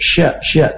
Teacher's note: Makhraj shin adalah dari tengah lidah yang bertemu dengan langit-langit atas. Nah, salah satu sifat khasnya adalah tafashi, yaitu tersebar udara ketika mengucapkan huruf shin. Huruf sya, sya, jadi tersebar udara, beda dengan huruf sa dan huruf sa, seperti itu.